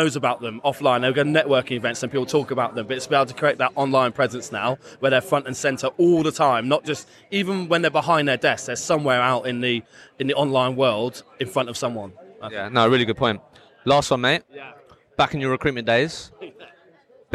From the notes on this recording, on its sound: I recently attended the Recruitment Agency Expo in Birmingham, so I thought I would walk around with the microphone and record some podcast episodes on the future of Recruitment!